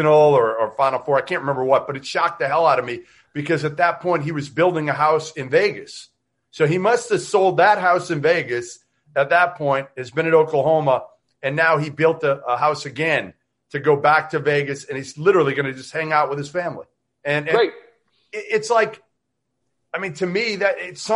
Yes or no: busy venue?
no